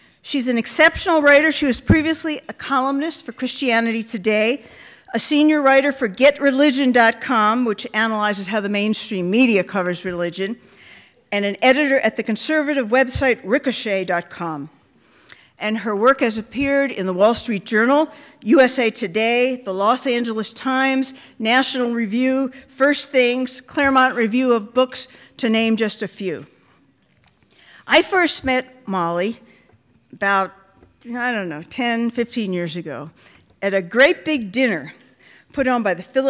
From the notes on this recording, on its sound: The event was recorded at CBLPI's Western Women's Summit in Phoenix AZ in October 2017.